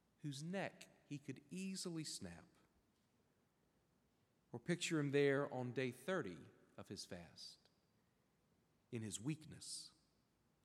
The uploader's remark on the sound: preached at Hendricks Avenue Baptist Church on Sunday, February 18, 2024.